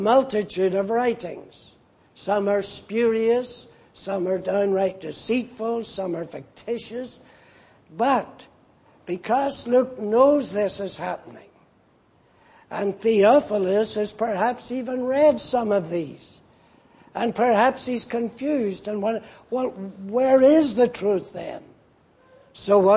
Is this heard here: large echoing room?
yes